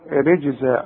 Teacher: الجيم في القرآن في عموم المصحف تعطش وهنا هنقلقلها